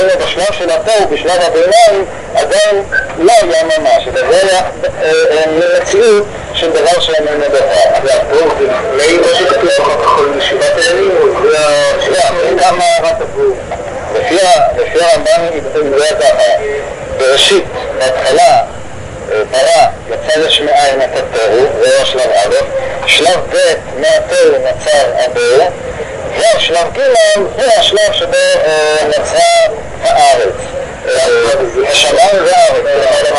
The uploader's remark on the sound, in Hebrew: ההקלטה באיכות נמוכה.